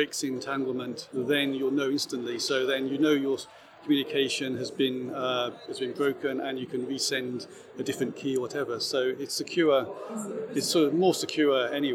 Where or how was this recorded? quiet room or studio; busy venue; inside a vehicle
busy venue